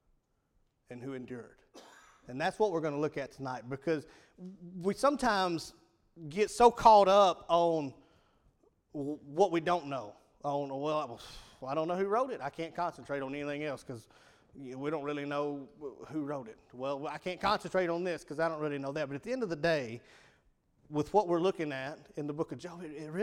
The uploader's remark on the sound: Evening service at Rocky Valley Baptist Church on 1-15-2017